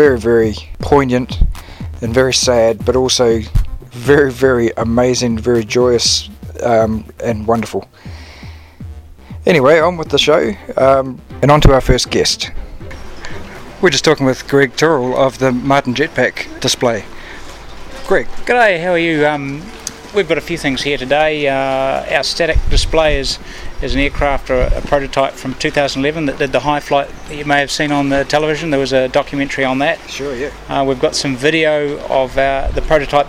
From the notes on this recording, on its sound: talks live in the field to various people at the Wings Over Wairarapa 2013 Airshow